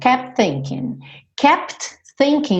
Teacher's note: Você não vai fazer dois T's